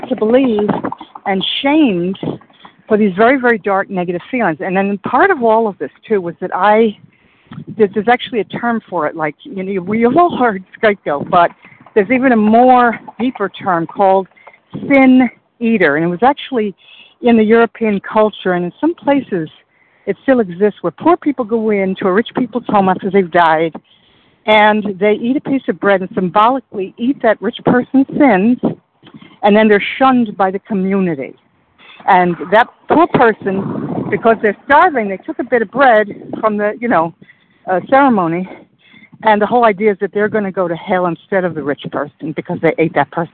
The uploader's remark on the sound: 100 Pounders Phone Meeting